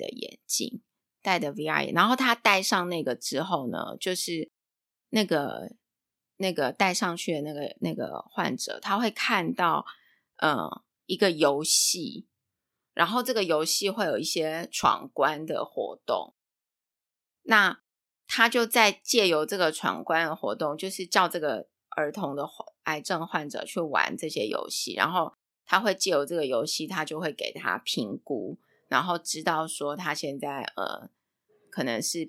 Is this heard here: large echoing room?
no